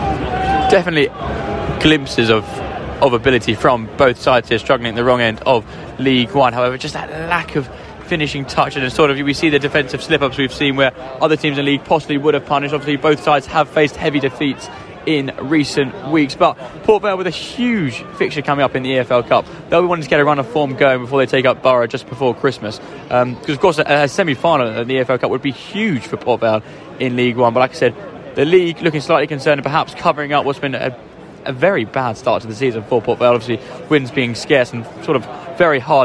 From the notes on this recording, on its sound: Live commentary from a tense SJP.